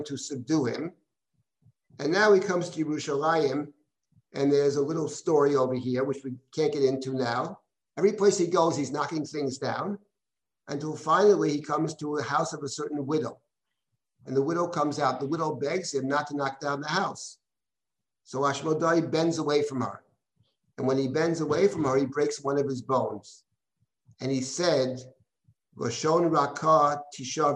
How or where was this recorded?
video call